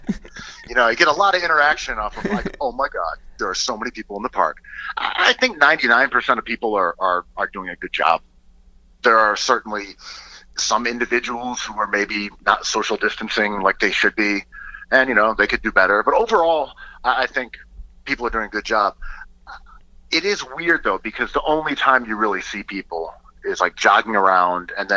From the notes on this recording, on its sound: We make calls from our Upper West Side apartment to Los Angeles. Then we phone down to Houston.